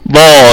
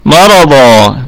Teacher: والضاد في أعلى درجات التفخيم ضاء لأنها أتت ضاد وبعدها ألف، ونقف عليها بالمد الطبيعي مرضى هكذا.